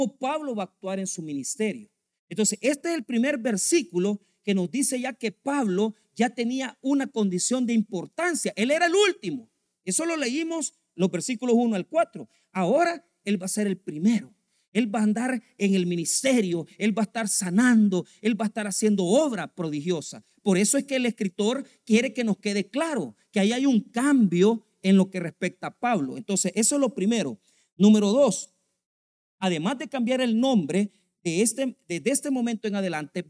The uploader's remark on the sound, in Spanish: en nuestro Culto de Jueves de Estudio Bíblico